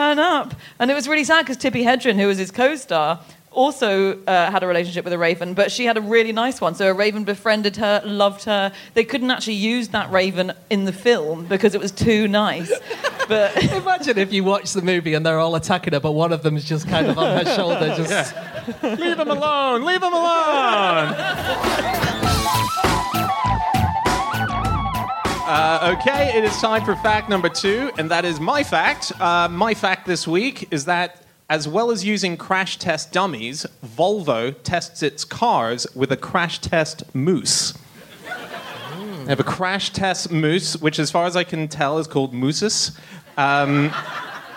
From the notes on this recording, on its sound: Live from Philadelphia